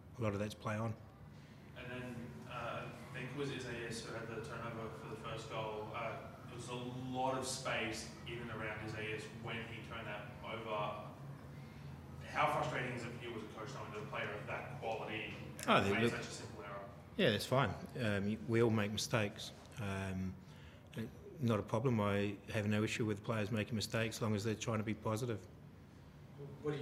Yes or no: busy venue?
yes